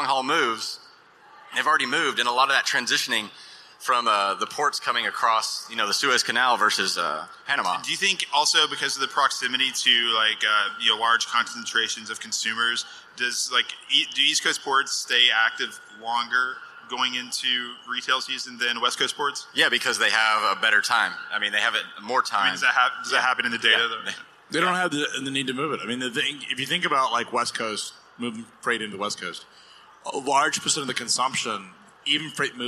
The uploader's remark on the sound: Live from the floor of FreightWaves LIVE Chicago.